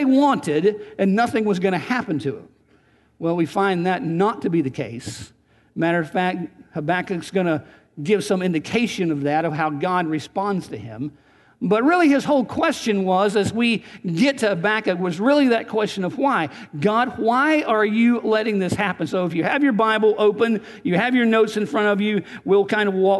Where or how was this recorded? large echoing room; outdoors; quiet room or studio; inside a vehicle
large echoing room